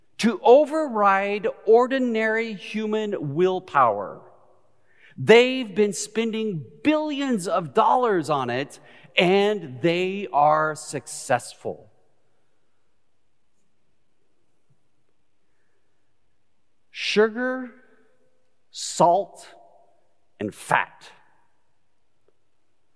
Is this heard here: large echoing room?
yes